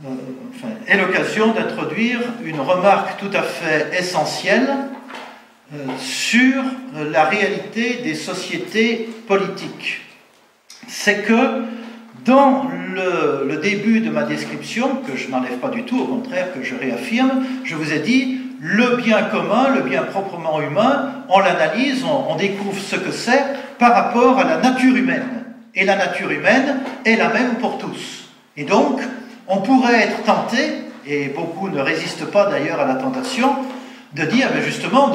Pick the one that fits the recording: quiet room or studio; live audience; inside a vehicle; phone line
live audience